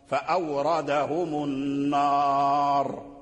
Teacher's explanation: كذلك النهار، كذلك النار المكسور الراء، أما النار والنار لا، نقف على الراء بتفخيم النار · Term: ترخيم الراء